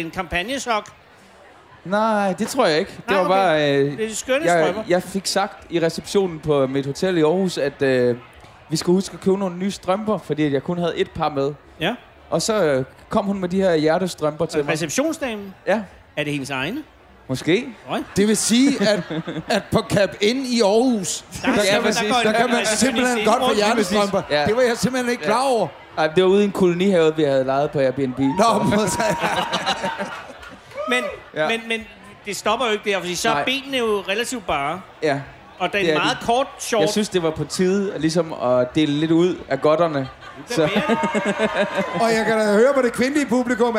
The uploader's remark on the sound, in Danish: Live fra Jelling